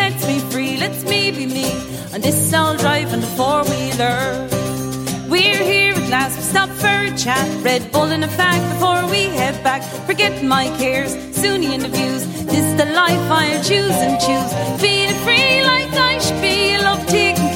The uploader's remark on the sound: Recorded live from The Oak Room of the Mansion House, as part of our celebrations for International Women’s Day. For this live recording, we teamed up with The National Women’s Council.